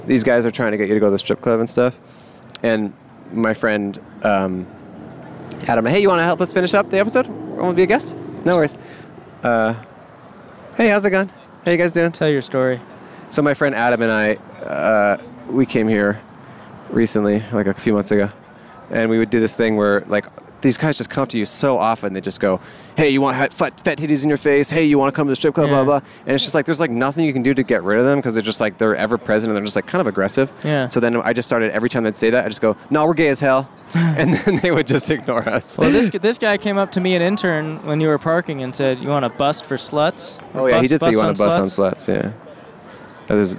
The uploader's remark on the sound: Recorded on the Las Vegas Strip at 1:00AM.